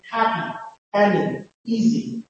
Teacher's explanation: they have the quality of the long vowel and the length of the short vowel, of the weak vowel.